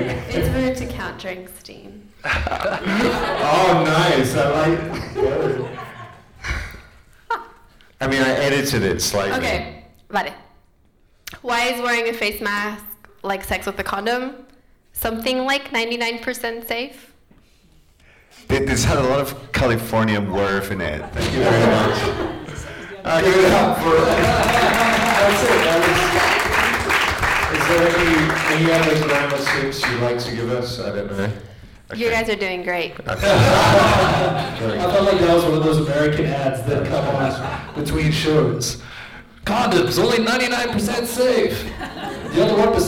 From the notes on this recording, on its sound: This was recorded live in front of an audience at our beloved ComedyHaus in Zurich. Fucked up the audio a bit so with some help from down-under this is now half way listenable (we think).